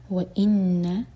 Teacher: نون پر غنہ، دو seconds hold کریں گے نون کو